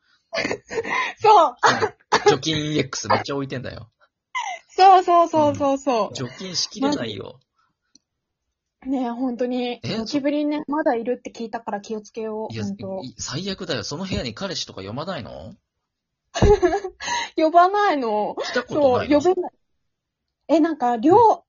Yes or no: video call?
yes